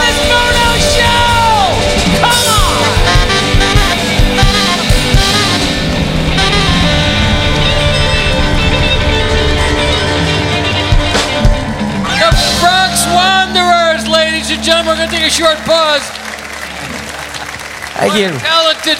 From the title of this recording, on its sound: Live at the Southpoint